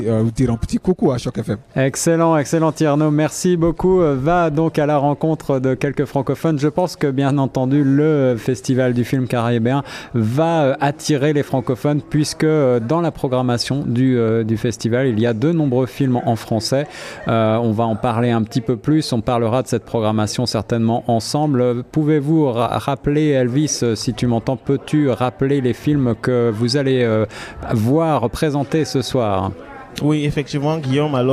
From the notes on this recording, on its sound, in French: Emission terrain en direct du Caribbean Tales International Film Festival